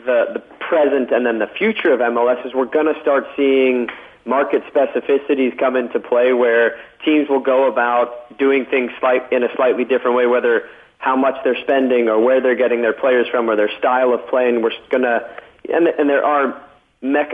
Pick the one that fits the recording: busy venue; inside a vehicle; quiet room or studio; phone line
phone line